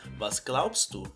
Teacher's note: Note que o B aqui ele é mudo, então ele tem um som de P.